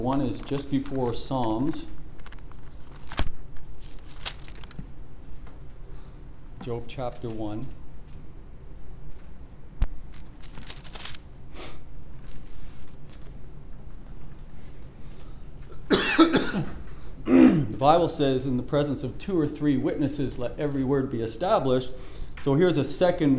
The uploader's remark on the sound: Preached at the Church at Brimley